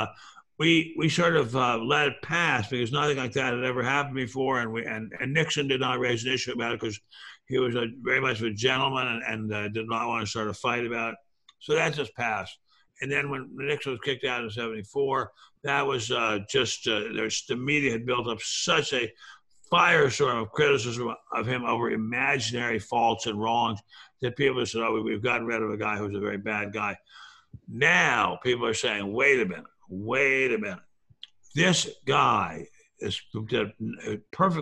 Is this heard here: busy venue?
no